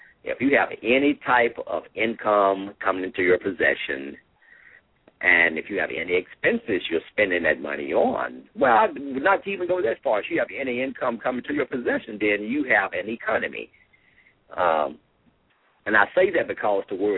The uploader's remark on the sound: LML uses a progressive live call in format.